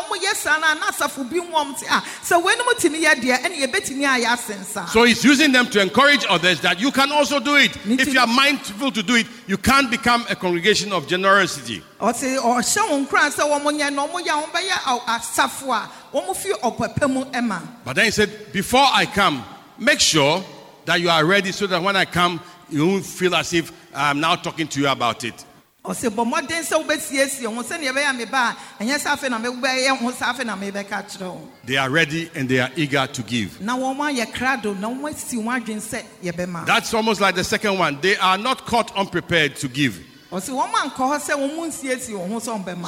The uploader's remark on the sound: Sermon preached at CBC Shiashie Campus